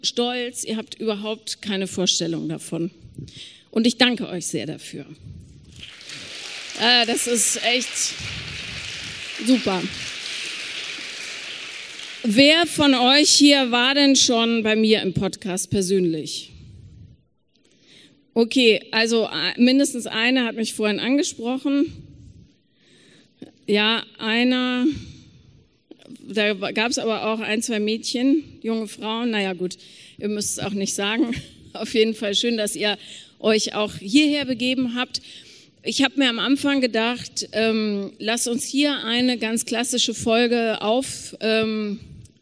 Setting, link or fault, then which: setting, live audience